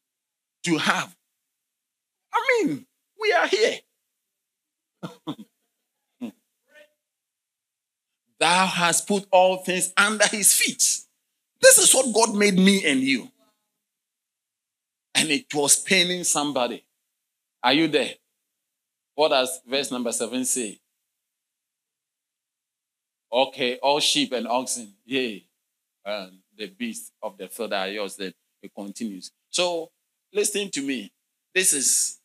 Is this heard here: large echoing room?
yes